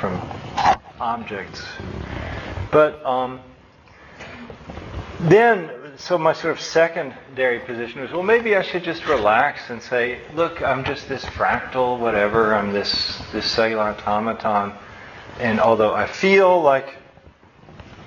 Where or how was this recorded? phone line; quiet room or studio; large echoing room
large echoing room